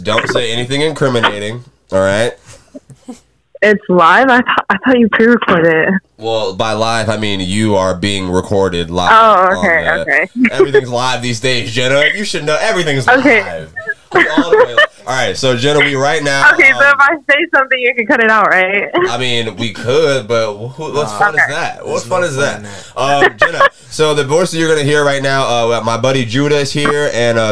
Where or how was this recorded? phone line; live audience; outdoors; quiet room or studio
phone line